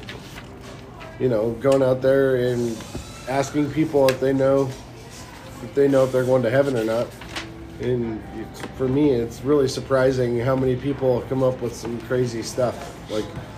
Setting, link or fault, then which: setting, busy venue